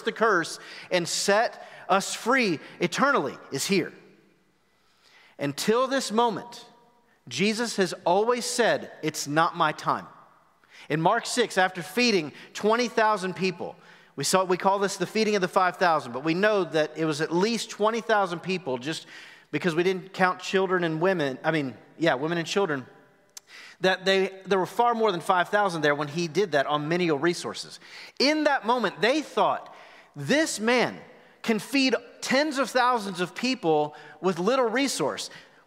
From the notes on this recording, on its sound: Recorded live at The Fellowship at Two Rivers on March 28, 2021.